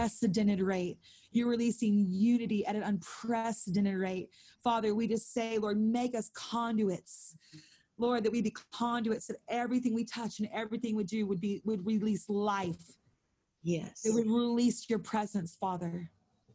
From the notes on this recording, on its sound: held over zoom